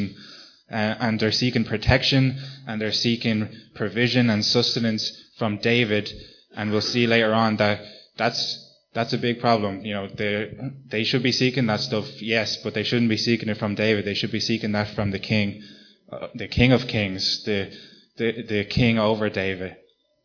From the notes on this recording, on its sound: Recorded live at Liberty Church on 24th March 2019